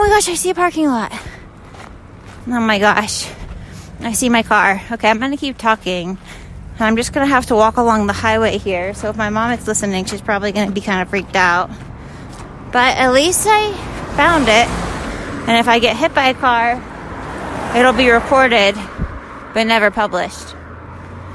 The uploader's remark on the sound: On the open road: Literally walking on a road in Utah. This is a weird short little episode - full of raw, unfiltered, unedited ramblin’.